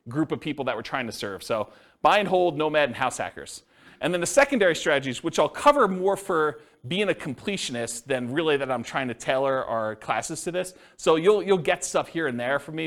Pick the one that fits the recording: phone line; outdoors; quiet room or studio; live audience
live audience